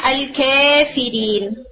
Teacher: ورش الکافرین میں اس کو پڑھتے ہیں الکافرین، یعنی تقلیل کے ساتھ